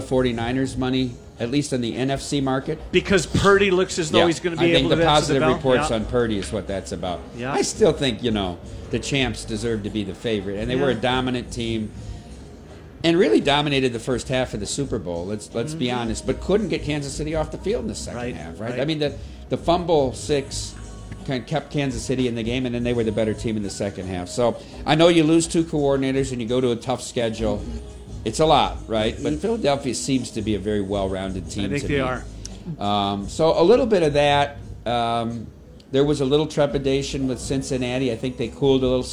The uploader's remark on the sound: Live from Circa Las Vegas